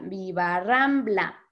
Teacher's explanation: Ram es la sílaba tónica y vamos a ver que tiene A y A.